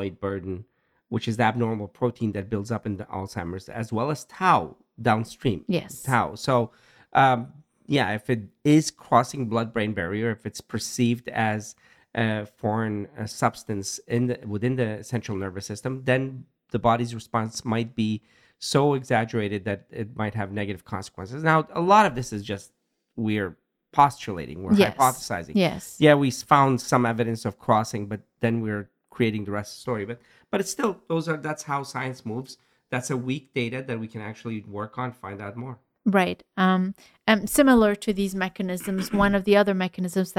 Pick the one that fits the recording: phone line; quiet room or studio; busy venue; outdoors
quiet room or studio